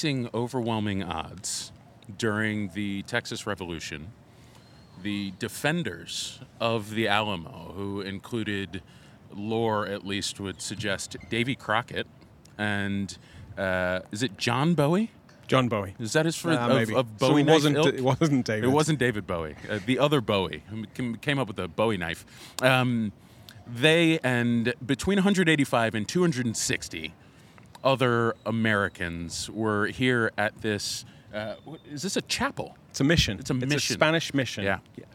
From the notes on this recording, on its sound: “Live” from San Antonio de Valero Mission of The Alamo.